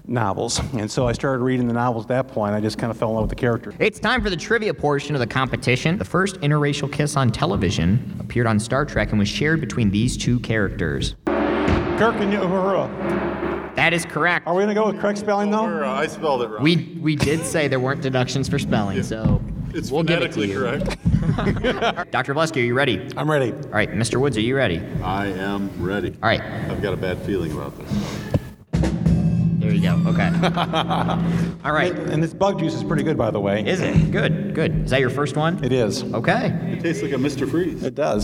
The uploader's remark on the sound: First ever live Lunch Hour show in Matthiessen Auditorium. This episode features highlights from the live show.